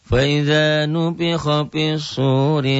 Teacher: Ri-nya kosor, ri-nya juga tipis. · Term: tarkik tipis